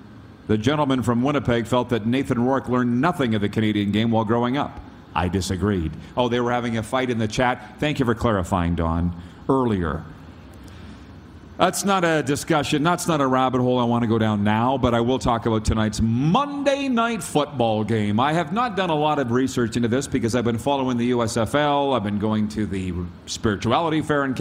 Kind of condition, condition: setting, busy venue